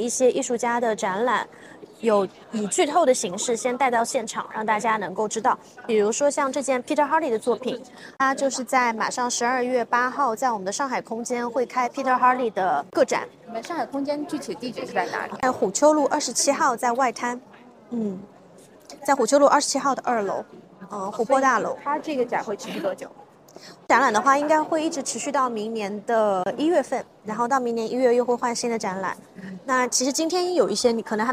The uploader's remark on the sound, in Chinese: ART021现场快问快答。现场观展客人众多，杂音较重还请听众谅解。本次我们特别邀请了Art021现场的画廊主理人等接受我们的快闪提问与部分作品导览解读。